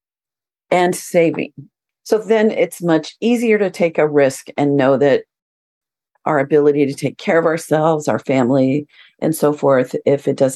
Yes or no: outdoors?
no